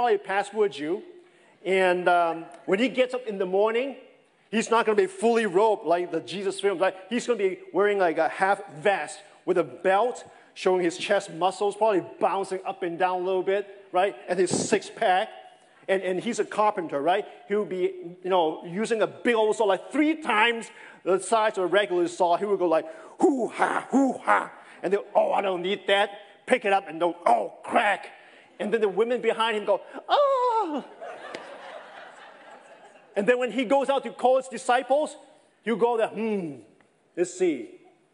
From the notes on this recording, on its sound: This sermon was preached over the summer of 2021 at Oak Hills Church in Folsom, California.